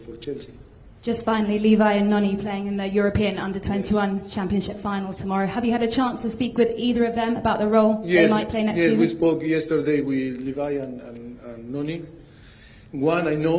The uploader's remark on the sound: Press Conference.